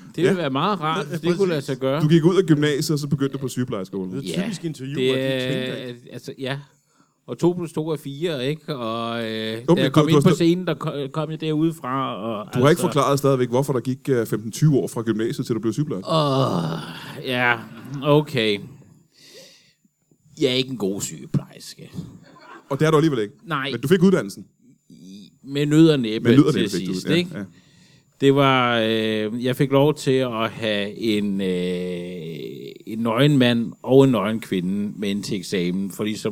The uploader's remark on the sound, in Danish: LIVE fra Comedy Zoo Aarhus